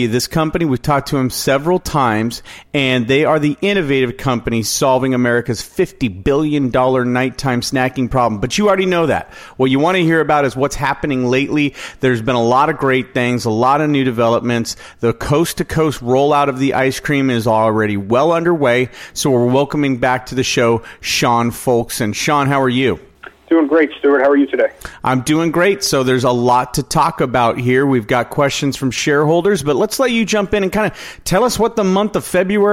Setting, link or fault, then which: link, phone line